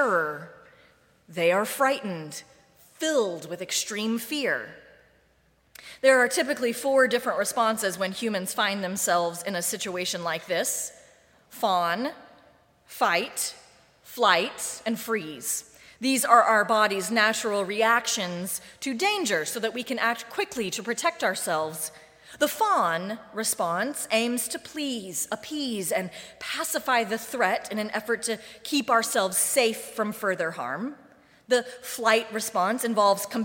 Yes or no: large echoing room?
yes